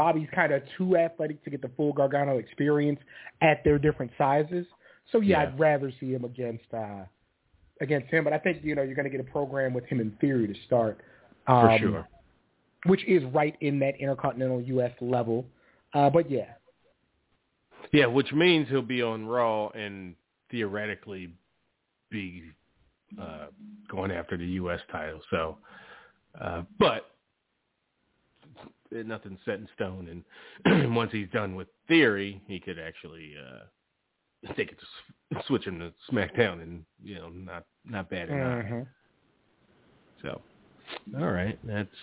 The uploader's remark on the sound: Live calls. Leave a voicemail to be played on-air.